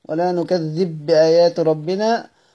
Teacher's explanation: على إدغام الباء في الباء